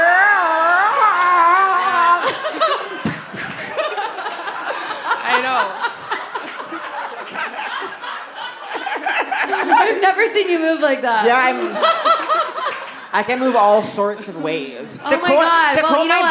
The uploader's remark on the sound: Live at the Netflix Is A Joke Fest. Seek Treatment Live. Live at the Netflix Is A Joke Fest.